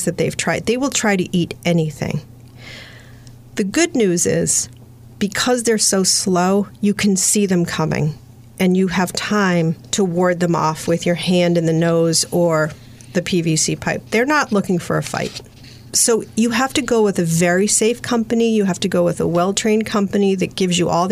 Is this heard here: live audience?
no